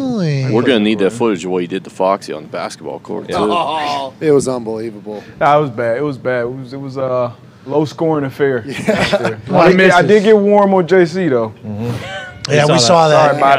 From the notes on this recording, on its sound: LIVE From The ThunderDome.